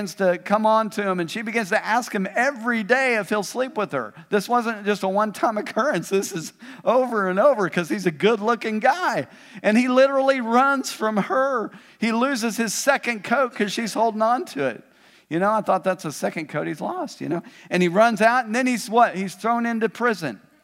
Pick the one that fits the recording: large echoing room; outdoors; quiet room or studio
large echoing room